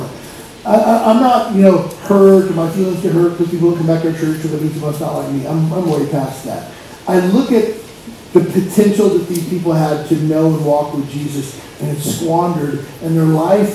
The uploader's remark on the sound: POOR QUALITY AUDIO WARNING